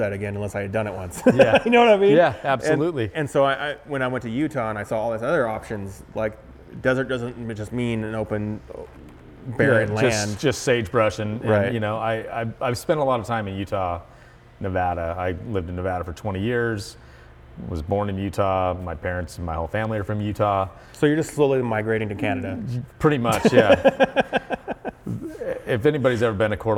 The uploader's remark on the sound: In their Hayden, Idaho machine shop.